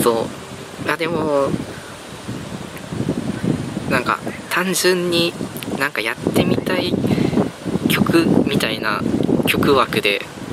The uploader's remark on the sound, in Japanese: 今回も外収録とビデオポッドキャストです